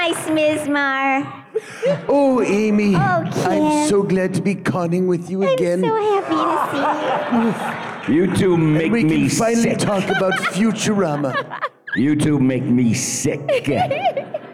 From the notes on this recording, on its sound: Our Futurama Panel LIVE at RI Comic Con.